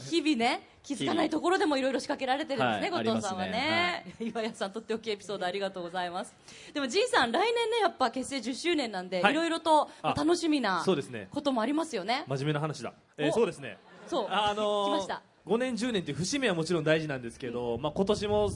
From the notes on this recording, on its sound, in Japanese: 大阪・松原市で行われた公開録音（後半）の模様。